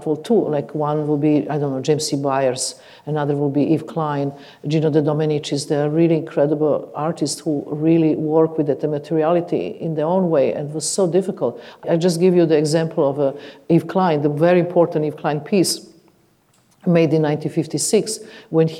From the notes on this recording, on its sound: This event was recorded in September 2014 at the Royal College of Music, in London.